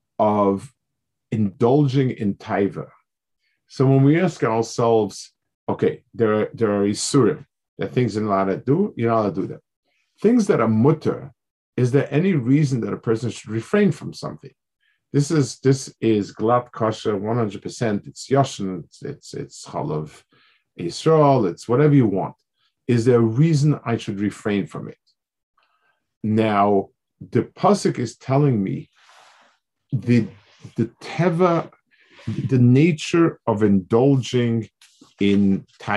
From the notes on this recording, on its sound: This shiur take place over Zoom on Motzei Shabbos.